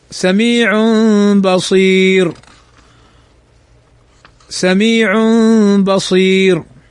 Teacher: تنوين بعده الباء فيقلب التنوين ميما · Term: الإقلاب